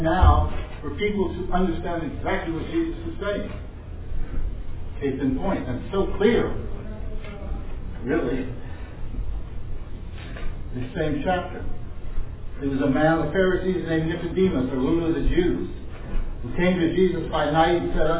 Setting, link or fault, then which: setting, busy venue